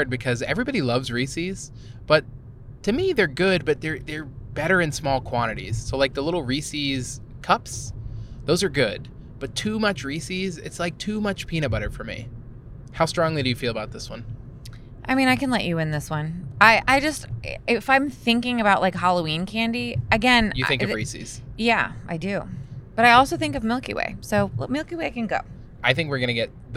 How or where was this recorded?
inside a vehicle